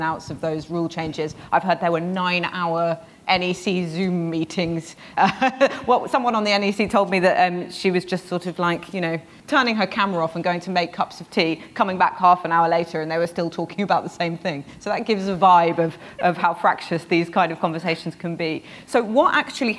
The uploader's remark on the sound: Host a live recording of the New Statesman podcast at the Labour Party Conference in Brighton. Then in You Ask Us they take live questions from the audience.